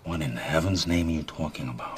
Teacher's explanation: He also gets a lot of nasality into the accent.